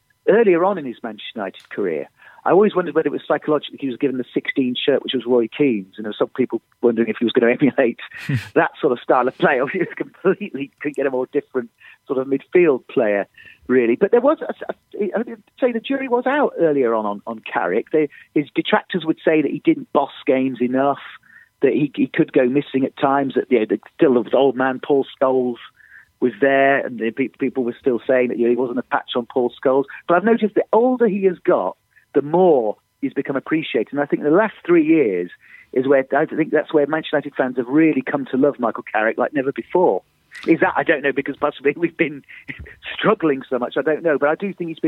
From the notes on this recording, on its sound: On the phone.